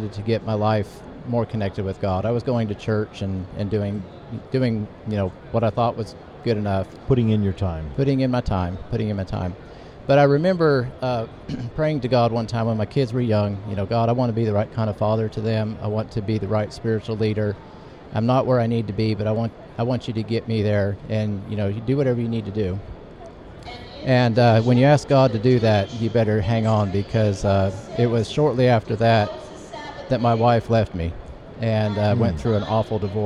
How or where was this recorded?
busy venue